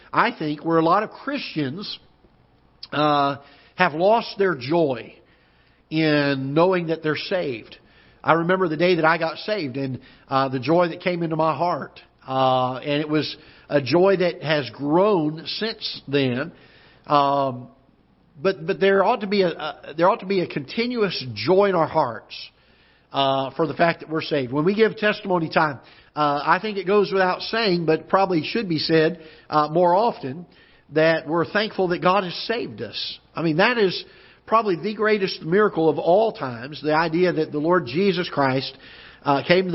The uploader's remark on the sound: Ketha Heights Baptist Church ~ Live Broadcast